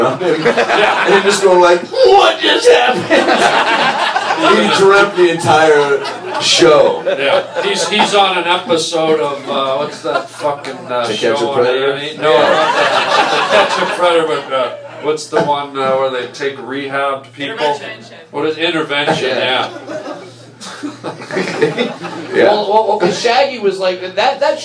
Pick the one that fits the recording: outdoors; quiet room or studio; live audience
live audience